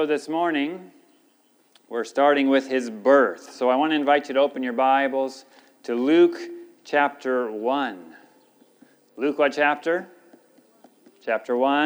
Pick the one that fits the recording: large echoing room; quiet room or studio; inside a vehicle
large echoing room